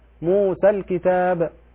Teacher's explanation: موسى الكتاب الألف هنا لا تقلل بعدها ساكن، موسى الكتاب إذا وقفت قللت، لكن إذا وصلت الألف تحذف، موسى الكتاب.